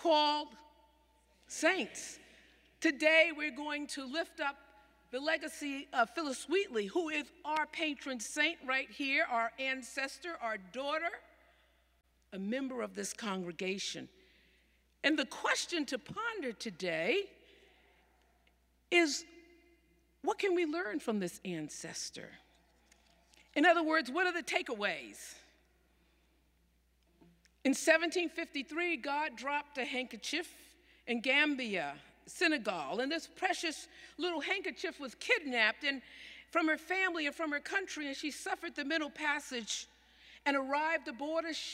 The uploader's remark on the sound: Sermons from Old South Church in Boston